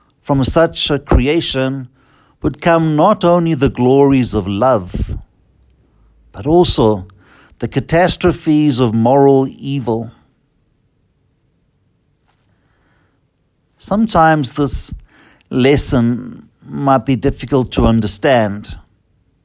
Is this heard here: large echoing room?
yes